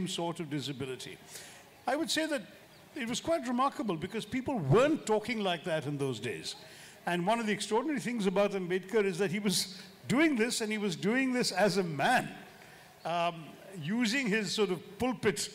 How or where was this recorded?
live audience